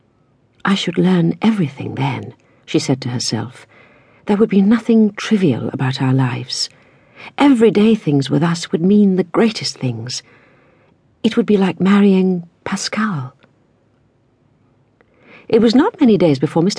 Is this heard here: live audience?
no